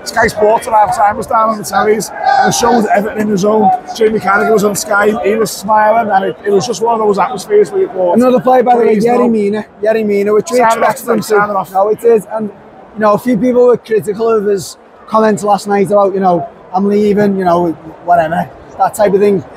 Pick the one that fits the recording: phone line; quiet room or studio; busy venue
busy venue